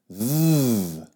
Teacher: And can you feel anything? So you should have felt something with the V, like a vibration.